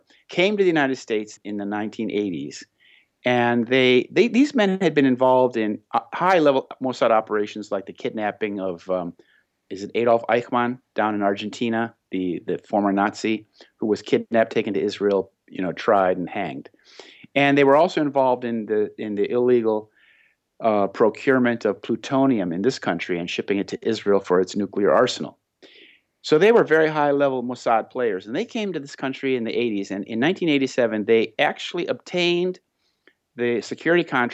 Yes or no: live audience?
no